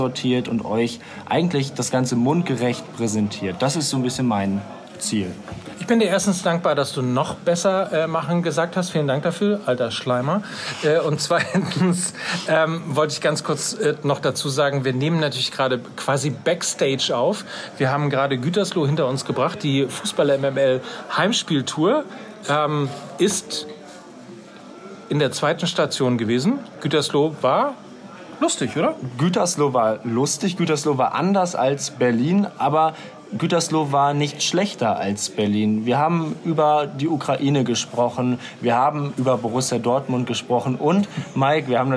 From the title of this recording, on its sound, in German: Backstage und Live aus Gütersloh